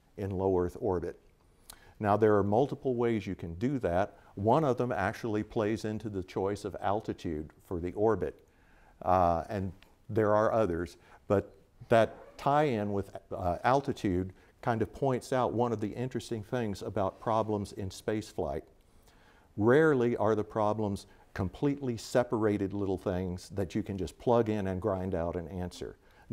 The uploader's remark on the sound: This lecture took place at the Keck Institute for Space Studies/Caltech on January 13, 2016.